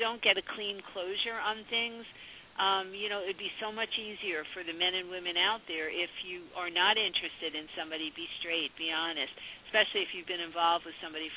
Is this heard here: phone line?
yes